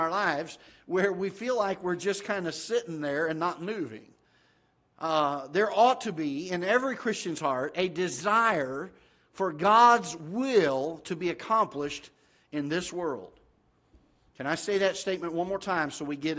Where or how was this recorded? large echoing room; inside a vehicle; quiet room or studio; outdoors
large echoing room